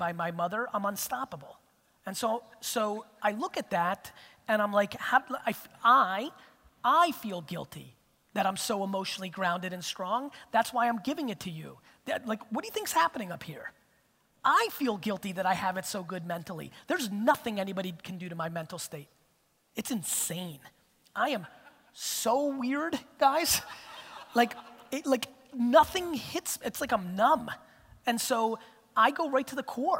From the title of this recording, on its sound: A Keynote: Real Talk Summit, Vancouver 2017